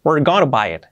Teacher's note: We're going to buy it. Pero cuando se hace un poquito más rápido incluso, we're going to buy it, sale el famoso gonna